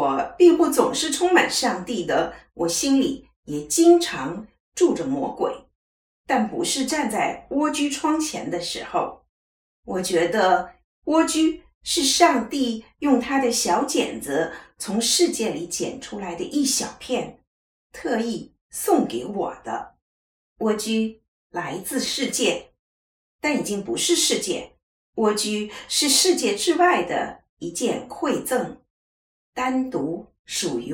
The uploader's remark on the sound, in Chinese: 器材受限空間音較明顯。遠從加拿大傳來她的聲音。